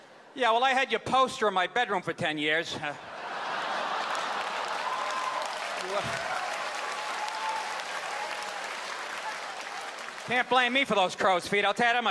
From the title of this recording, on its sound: Stand Up - 2008